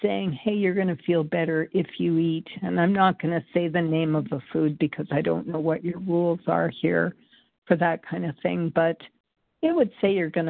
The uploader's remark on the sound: from the 100 Pounders Phone Meeting